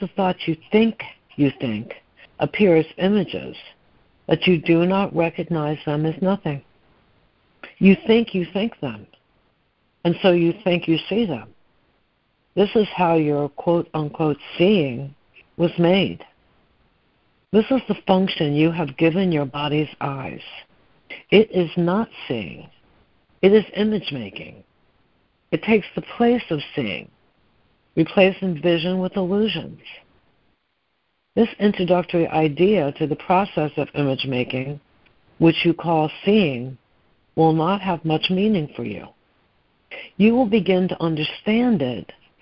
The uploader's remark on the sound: ACIM Daily Conference Call